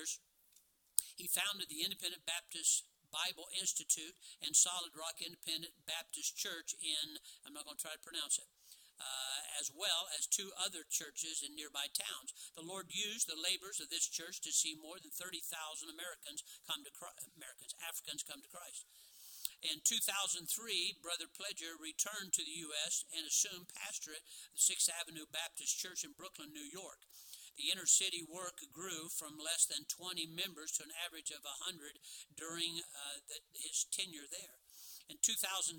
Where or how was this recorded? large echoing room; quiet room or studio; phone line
large echoing room